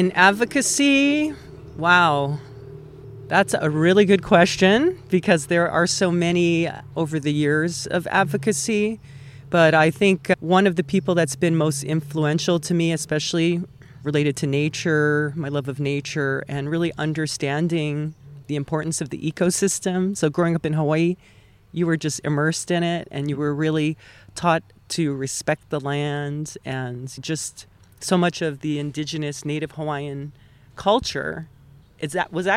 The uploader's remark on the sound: This special episode was recorded at Loma Alta Park in Altadena.